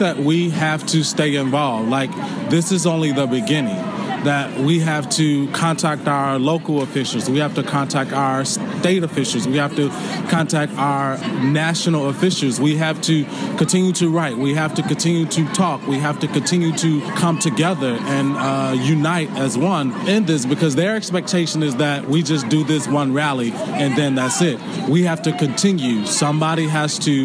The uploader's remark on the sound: Audio from the Women's March. Shares highlights of audio from marchers she interviewed.